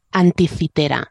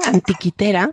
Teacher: Bueno, mira, puedes decir perfectamente anticitera, ¿vale? Con la fricativa dental sorda, porque es un topónimo. · Shown in: first take